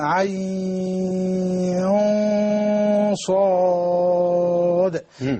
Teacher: طبعا الغنى صفة والصفة تتبع الموصوف والموصوف هنا مطبق يبقى الغنى تطبق. تمام تاخد نفس صفاته يعني.